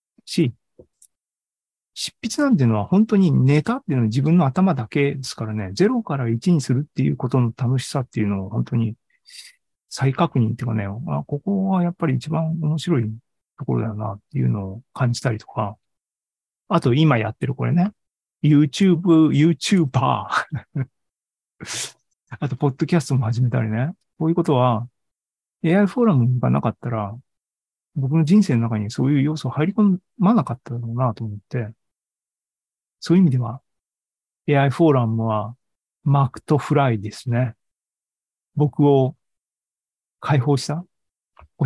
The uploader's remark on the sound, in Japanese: ２０２３年５月３１日に開催した ZOOMライブの模様です。